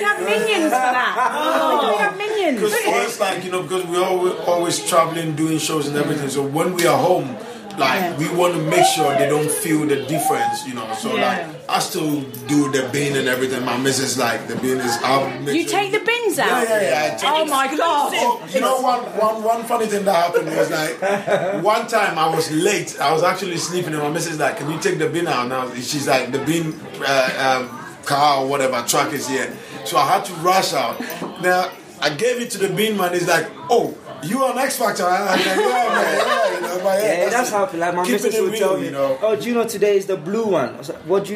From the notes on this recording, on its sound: This podcast was recorded live at Camp Bestival, where we did a Scummy Mummies show.